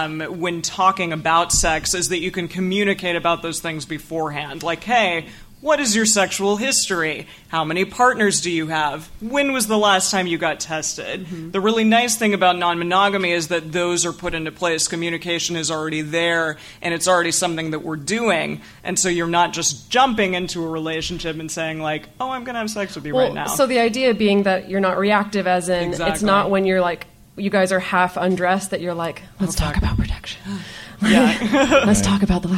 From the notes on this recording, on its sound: This week's episode was recorded during Multiamory's very first stop on their West Coast Tour 2017! Every seat in the house at Octopus Literary Salon in Oakland, California was full.